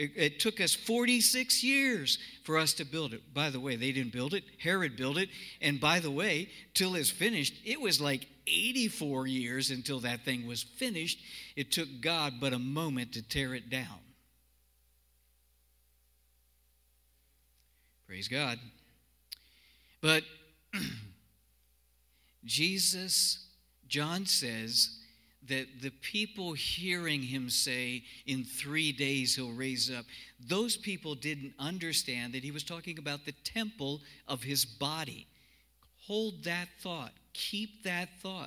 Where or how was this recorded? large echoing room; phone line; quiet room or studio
large echoing room